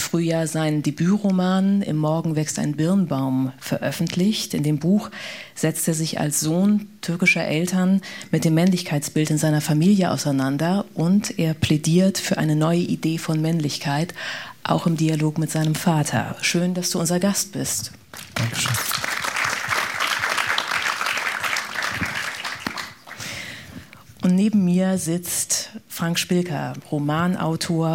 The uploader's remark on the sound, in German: Unsere Panel-Diskussion beim Festival Pop-Kultur 2023.